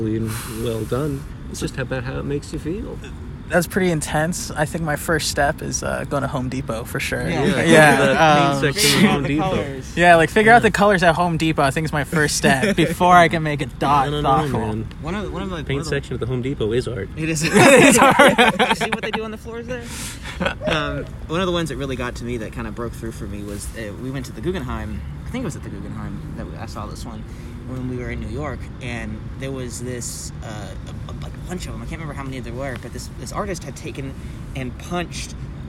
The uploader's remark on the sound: Joined by a group of friends enjoying a day outside in nature.